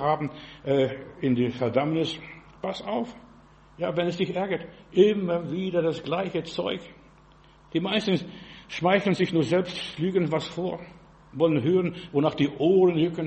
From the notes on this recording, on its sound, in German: im Gemeinde-Zentrum in Berlin aufgenommen